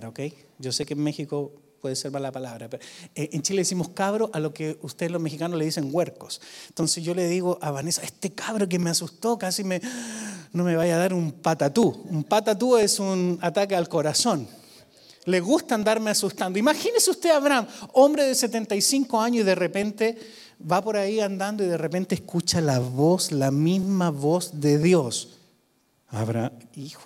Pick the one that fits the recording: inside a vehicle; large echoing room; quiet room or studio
large echoing room